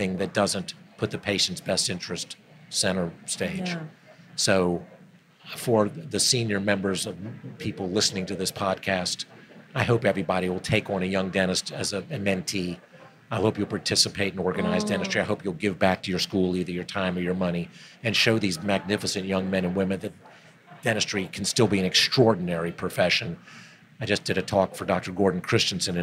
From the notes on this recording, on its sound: We are thrilled to be recording this episode of the Jameson Files live at the American Dental Association’s SmileCon 2022 meeting in Houston, Texas.